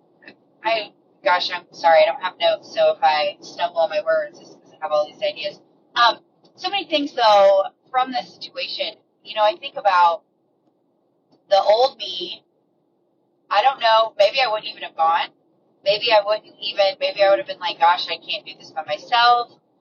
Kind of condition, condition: setting, inside a vehicle